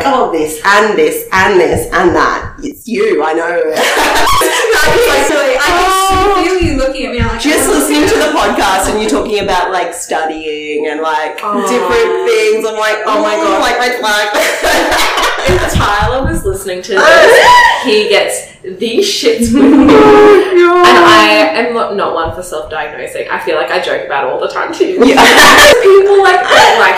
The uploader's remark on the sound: Apologies for the high-pitched laughing as we invested in a new mic!